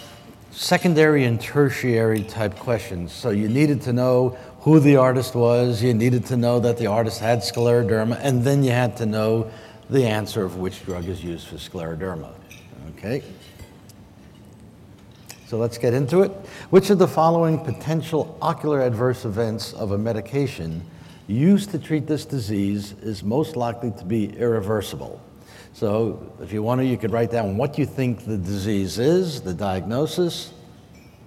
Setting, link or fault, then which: setting, large echoing room